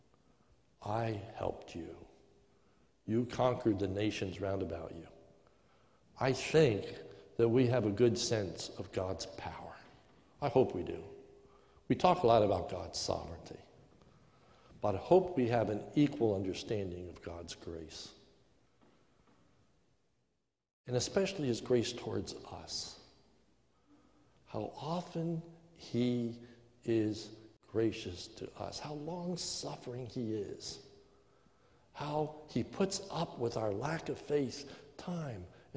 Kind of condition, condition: setting, large echoing room